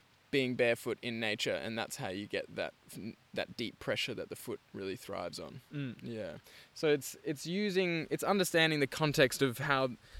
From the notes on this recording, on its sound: We recorded this one while out at TFC Bush 1. We recorded this one while out at TFC Bush 1.